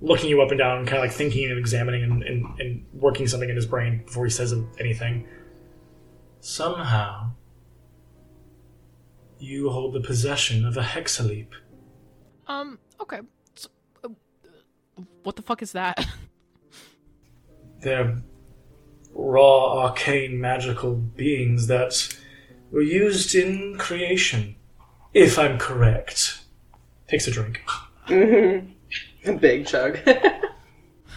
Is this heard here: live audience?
no